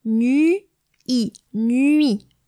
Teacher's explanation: in French, the letters U and I do not combine together to form a particular sound. They need to be sounded, articulated separately.